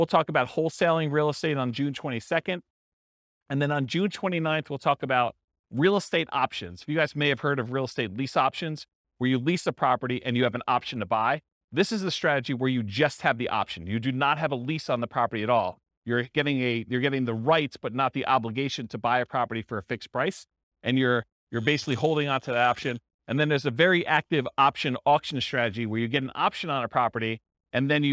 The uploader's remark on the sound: This was a live class recorded.